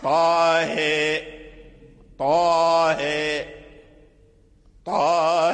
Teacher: كذلك أمال الطاء من طه، وأمال كذلك الهاء، فقرأوا إمالة كبرى، قرأوا طه طه، ورش أمال الهاء دون الطاء وإمالته كبرى، وكذلك مثلهم، ولا يميل ورش من طريق الأزرق إمالة كبرى إلا الهاء من طه.